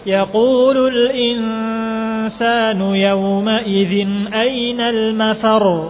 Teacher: Perhatikan yauma idzin, itu izhar yang barusan kita pelajari. Ada ghunnah tapi sangat sedikit.